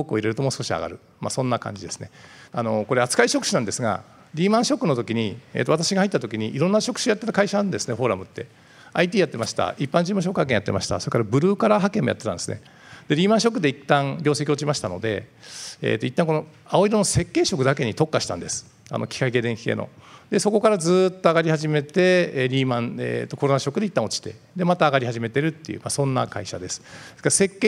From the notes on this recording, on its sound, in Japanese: 2022年7月2日、東京・両国で行われた「ラジオNIKKEI 相場の福の神 注目企業ＩＲセミナー」から